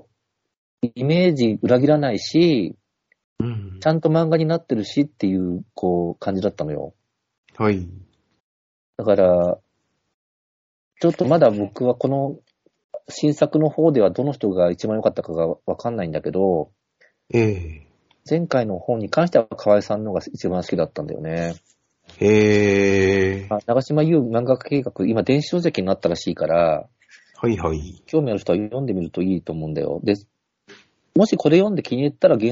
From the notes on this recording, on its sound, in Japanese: スカイプにて収録。